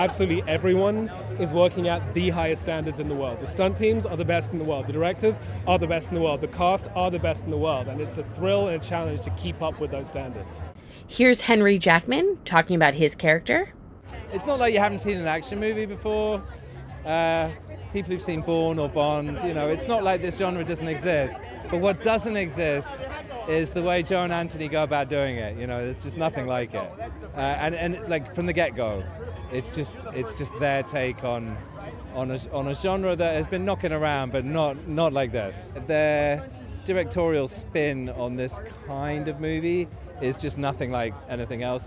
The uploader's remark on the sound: Silence on Set podcast was at The Gray Man premiere in LA. Here is a quick clip of some of the interviews we took to give you an insider feel of what it's like being on the red carpet.